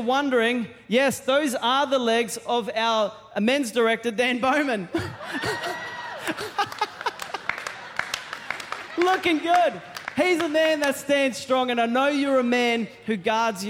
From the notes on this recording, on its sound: Recorded during our 9am service